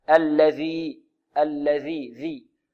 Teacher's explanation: الذال هنا من طرف اللسان مع ما يحاذيه من أطراف الثنايا العليا